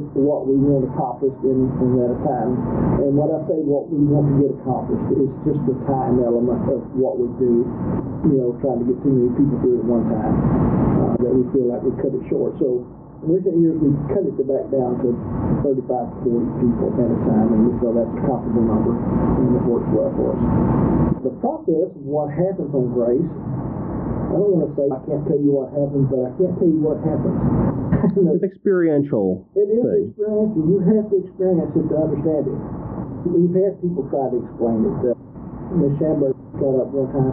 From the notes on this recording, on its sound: We apologize for the sound issues in this episode